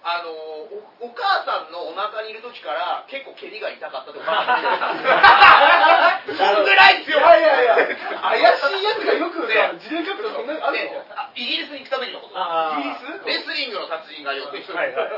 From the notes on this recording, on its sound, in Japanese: 公開収録ライブ